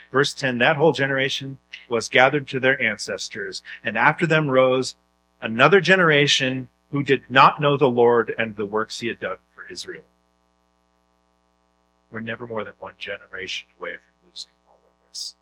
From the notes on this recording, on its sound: Due to technical difficulties, the audio is not the highest quality